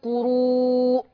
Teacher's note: كلمة قروء مد متصل فيه الإشباع قولا واحد · Term: المد المتصل